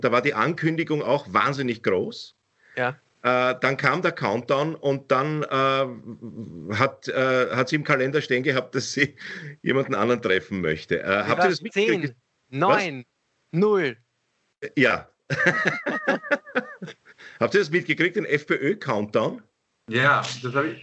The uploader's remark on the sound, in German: Aufzeichnung einer ZOOM Session